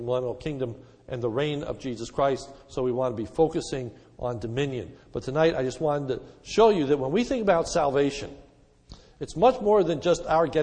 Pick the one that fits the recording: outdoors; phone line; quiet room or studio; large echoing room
large echoing room